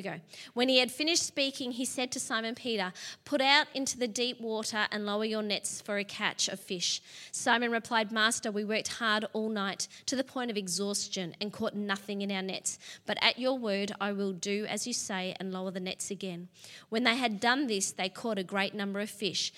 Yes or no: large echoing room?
yes